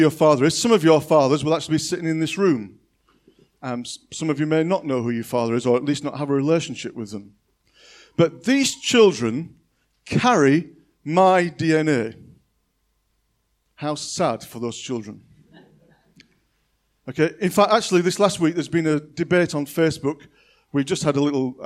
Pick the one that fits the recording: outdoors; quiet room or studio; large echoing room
large echoing room